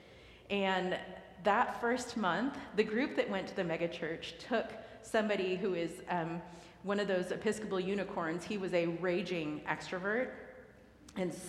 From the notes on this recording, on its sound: recorded live at the 10:00am service